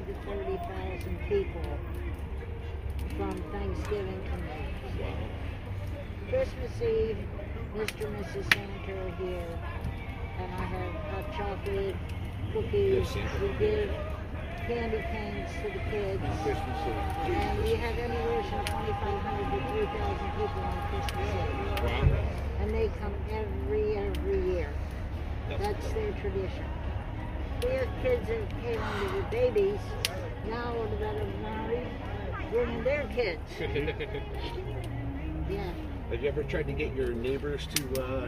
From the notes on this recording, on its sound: In this episode we go live on location at the Christmas light display by a Brother Shriner called “Wonderland at Roseville”